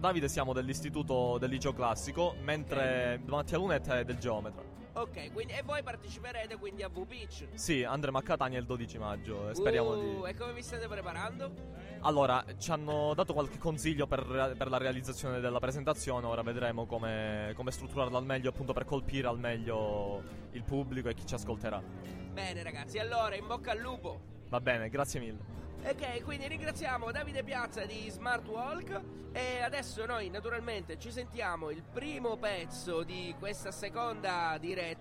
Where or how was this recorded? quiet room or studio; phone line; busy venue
busy venue